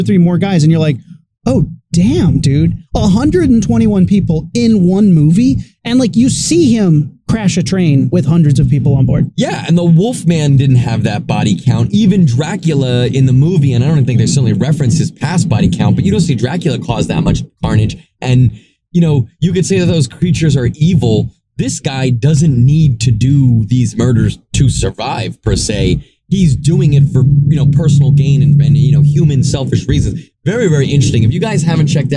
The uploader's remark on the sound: This episode was recorded in the car on the way back from Wondercon so deal.